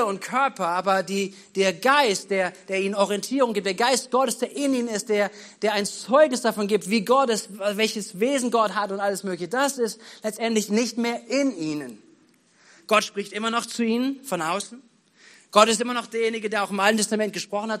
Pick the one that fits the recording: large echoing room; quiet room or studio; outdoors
large echoing room